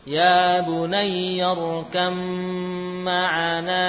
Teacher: Ba bertemu mim dibaca idgham. Ba-nya hilang, ya. Lalu masuk ke dalam huruf mim dengan sempurna, gunnahnya juga nampak jelas.